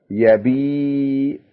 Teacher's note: الياء التي بعد الباء هذه هي ياء مد، وهي كسرة طويلة في اللغة العربية